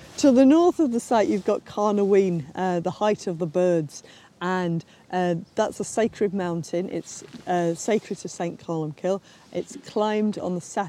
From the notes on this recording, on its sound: Last summer I visited Disert to record an episode at the excavation